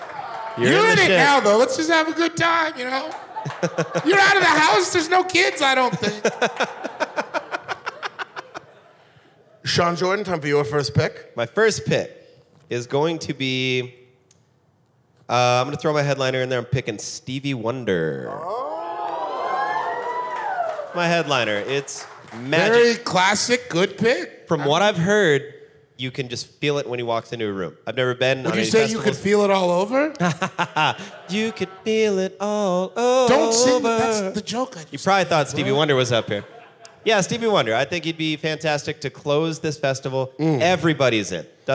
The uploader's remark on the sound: This episode was recorded live in Minnesota at The Turf Club .